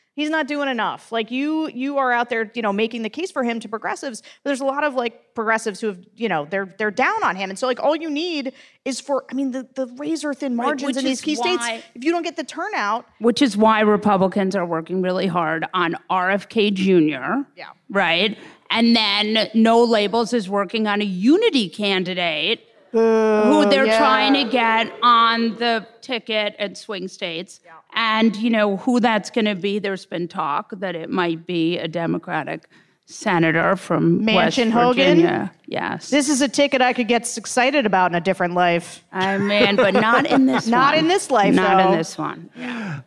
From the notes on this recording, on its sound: LIVE from NYC. As part of The Bulwark's live event in NYC!